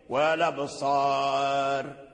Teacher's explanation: والأبصار في رواية ورش إذا وقفنا على الراء نرقق · Term: ترقيق الراء